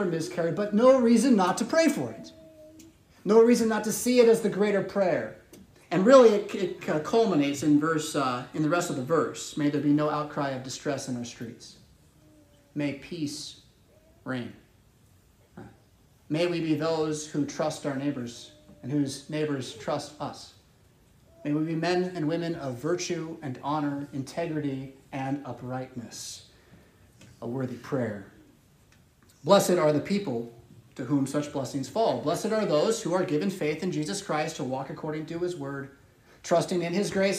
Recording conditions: large echoing room